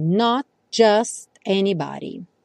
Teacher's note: Reparem como os T's desaparecem.